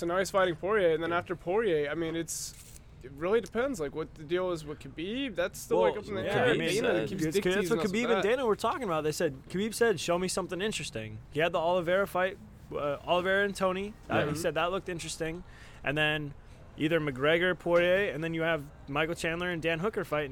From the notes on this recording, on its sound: FLORIDA LIVE SHOW! LIVE from the Sebastian Tiki Bar and Grill in Sebastian, Florida!